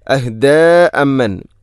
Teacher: ഹ ഉള്ളമീറിന് ശേഷം ഹംസ വന്നാൽ മദ് മുൻഫസ്സില് പോലെ നീട്ടണം, നാലോ അഞ്ചോ ഹർക്കത്തിന് തുല്യമായിട്ട്